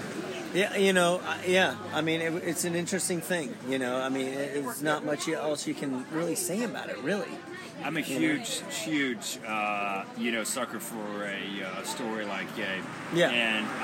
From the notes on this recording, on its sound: On location from South Coast Pizza after the Hal Canfield Mile